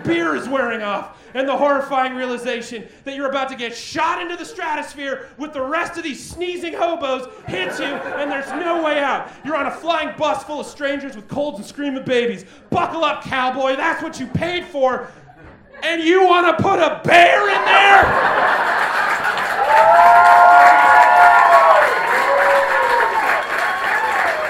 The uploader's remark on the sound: Recorded LIVE at Chicago’s Historic Green Mill Lounge on August 19th 2023